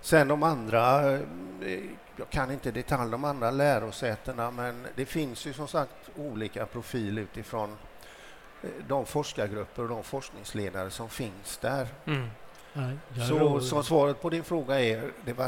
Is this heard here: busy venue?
yes